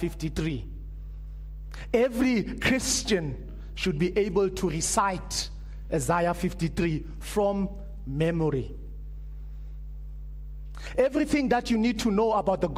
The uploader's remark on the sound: Preached at Living Stone Bible Church.